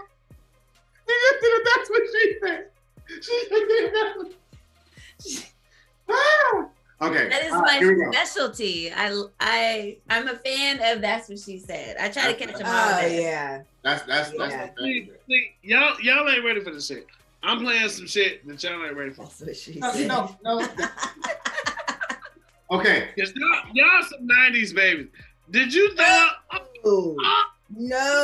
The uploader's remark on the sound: this time we fired up the zoom app